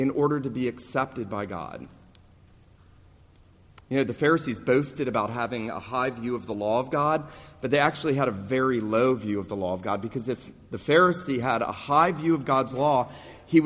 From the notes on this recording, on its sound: This sermon was preached at the New Life PCA, La Mesa, CA Reformation Celebration service, on Sunday morning, November 3, 2019.